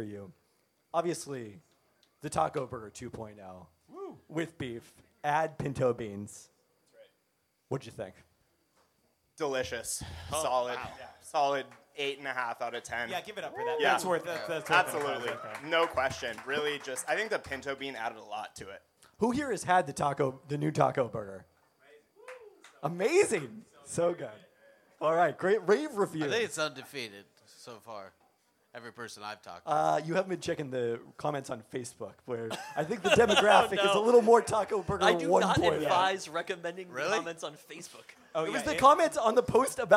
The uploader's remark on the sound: During Peltoncast Live Spring 2023